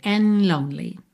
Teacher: O dedo and é que a gente não ouve mesmo, sad and lonely, você já tá com a língua no céu da boca pro N, N, e já sai dali pro L